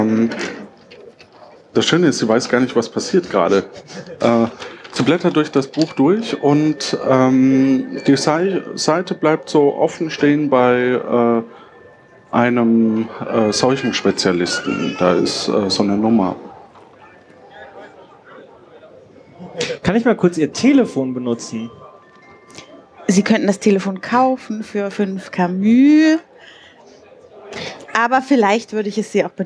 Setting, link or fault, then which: setting, live audience